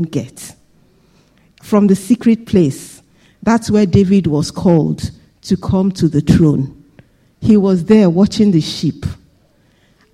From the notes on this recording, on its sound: This Sunday Service message preached